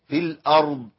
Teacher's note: همزه مرققه، راء مفخمه ساكنه، ضاد ساكنة عند الوقف برضو، يبقى عندي حرفين ساكنة ورا بعض مفخمين. · الراء لازم راء تفخم